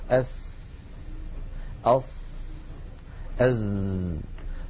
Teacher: ومجموع هذا العمل كله يتابع طريقه إلى الخارج فينشأ صوت هو صوت السين ناتج من اصطدام الهواء بالصفحة الداخلية للثنايا العليا ومن اصطدامه بالصفحة الداخلية للثنايا السفلى ومن مروره بين الأسنان · Term: مخرج السين والصاد والزاي